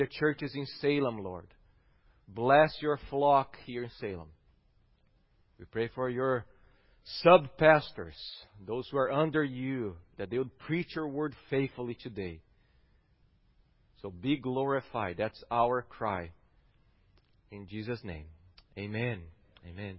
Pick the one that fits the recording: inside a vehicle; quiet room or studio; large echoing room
large echoing room